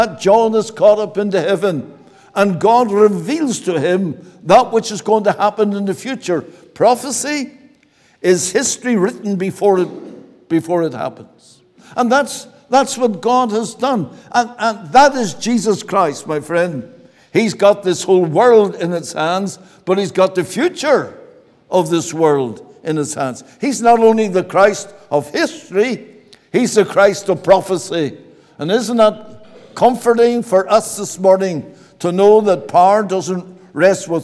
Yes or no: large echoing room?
yes